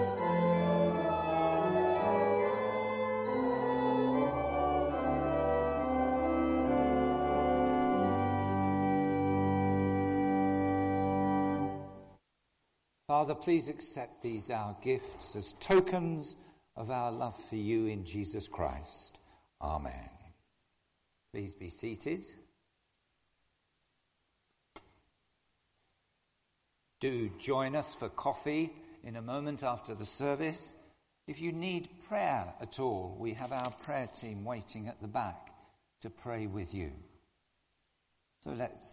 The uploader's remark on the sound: Communion Service. Recorded at the 10:00 service on Sunday 29th January at All Saints.